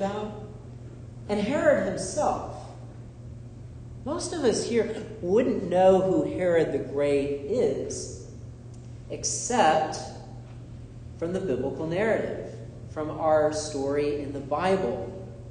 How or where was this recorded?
large echoing room